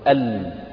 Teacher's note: فتجد أن حافة اللسان الأمامية الجزء اللي هو المقوس كده زي نص دايرة الأمامي من اللسان ويلامس فوق في اللثة الجزء اللي فوق الضواحك وفوق الأنياب فوق الرباعيات وفوق الثنايا يلامس · Term: اللام